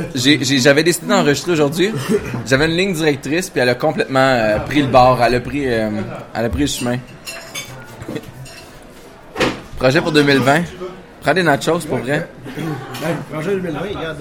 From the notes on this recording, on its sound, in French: Voici l'épisode enregistrer avec publiquenbsp; au 3 Brasseurs pour la première fois.